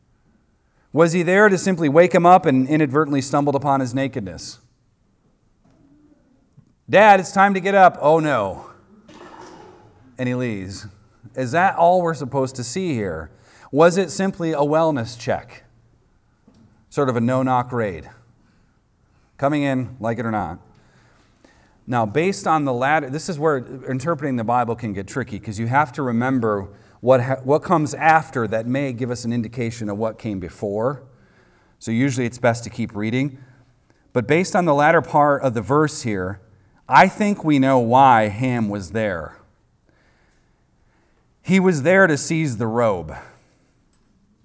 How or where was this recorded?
large echoing room